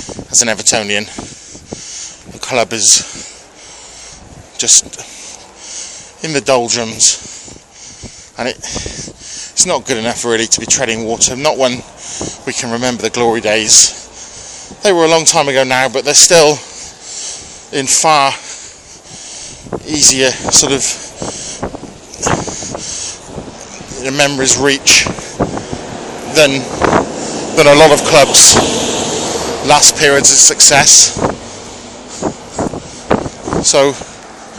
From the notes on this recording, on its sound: Join me on another walk to work